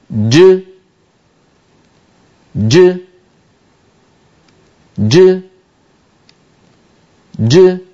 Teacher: لاحظوا هذه جيم مقلقلة هكذا، ج ج ج ج. هل لاحظتم بأن بداية الجيم مخرج مقفول تماما لأن الصوت شديد؟ فلما يبتعد اللسان، وسط اللسان يبتعد، فإن الصوت يتابع طريقه إلى خارج الفم.